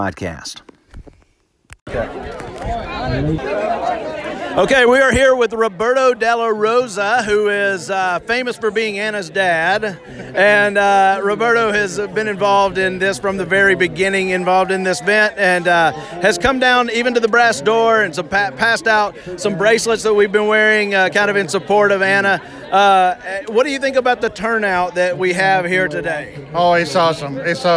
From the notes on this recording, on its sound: Tons of folks showed up to Houston High